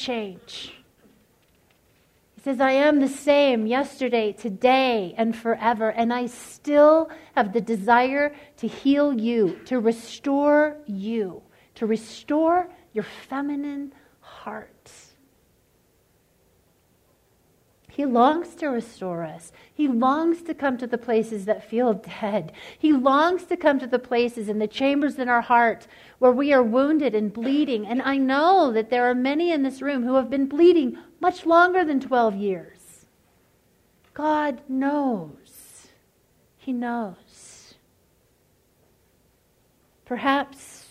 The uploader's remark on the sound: live talk from our April 2016 Captivating event